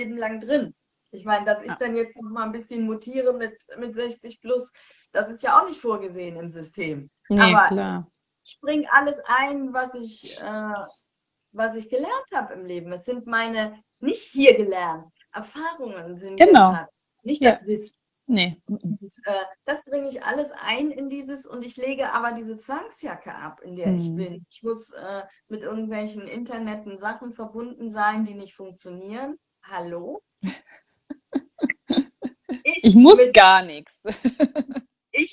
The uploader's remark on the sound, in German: die ich auf live auf Instagram geführt habe